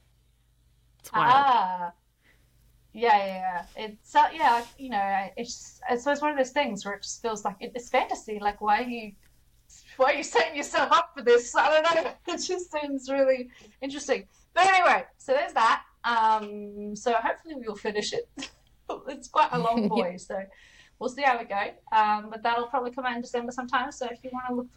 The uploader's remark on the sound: Audio goes weird at the end.